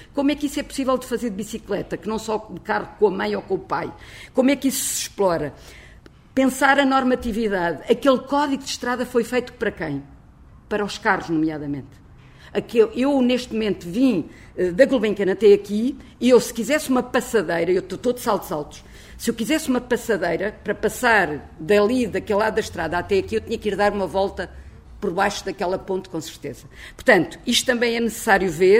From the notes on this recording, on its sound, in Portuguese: O debate teve lugar pelas 18h30 no dia 10 de Abril 2014, na sede da FPC - Federação Portuguesa de Ciclismo, Rua de Campolide, Lisboa com a presença de público